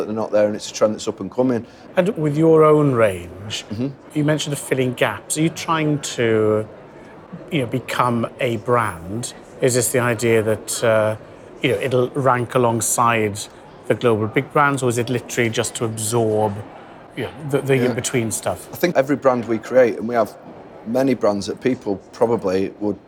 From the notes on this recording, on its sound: Recorded at NRF 2023 in New York. In our second run-and-record session from NRF 2023 in New York in January 2023.